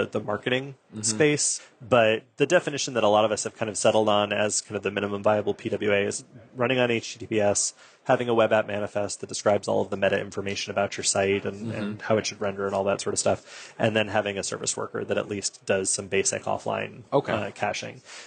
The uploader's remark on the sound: Live at Microsoft Ignite.